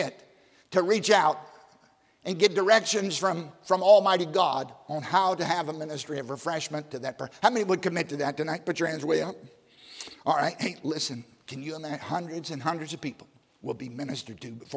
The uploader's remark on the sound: during the 2020 Spiritual Awakening Conference at Baptist College of Ministry